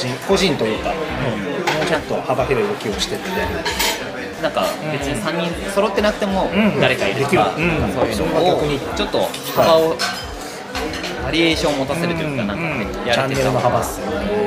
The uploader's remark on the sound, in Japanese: 今回は年末の喧騒を中継できたら(ウソ)とサイゼリヤさんでの録音になってます！